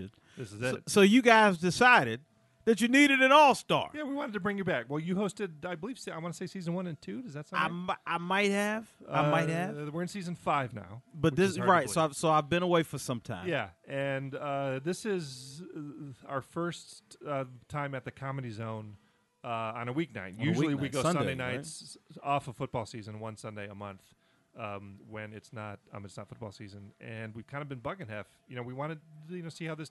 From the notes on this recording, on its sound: Recorded just minutes before the start of another Funny on the Fly show at The Comedy Zone in Charlotte, NC